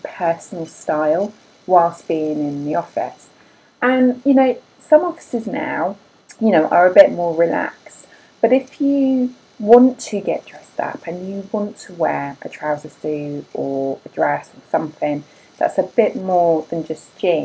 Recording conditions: background noise